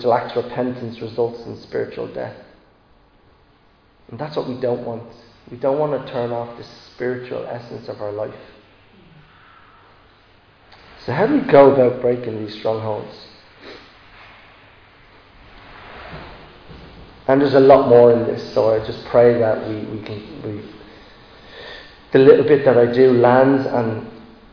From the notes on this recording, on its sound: Recorded live in Liberty Church on 13 March 2022